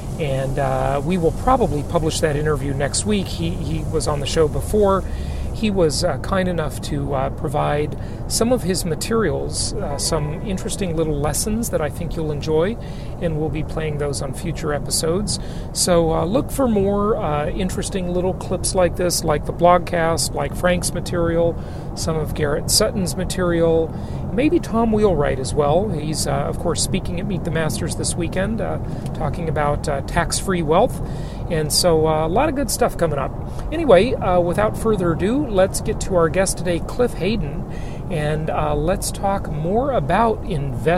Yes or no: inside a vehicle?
yes